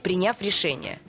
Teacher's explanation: Но я бы на «я» вот поставила ударение.